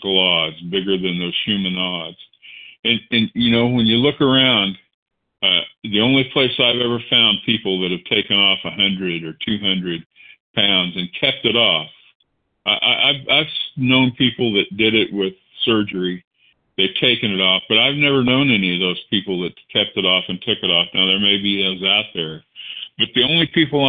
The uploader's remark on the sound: 100 Pounders Phone Meeting